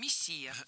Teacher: ударение в этом слове падает на второй слог